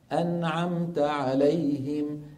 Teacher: الميم بتأخذ حظها من الزمن كحرف بين الرخو والشديد